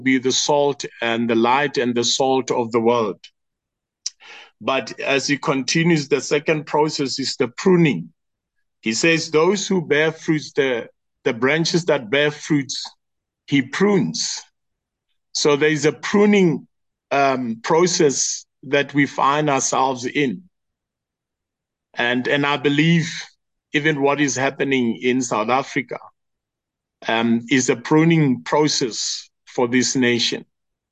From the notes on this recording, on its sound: The Transformation Table Zoom Meeting.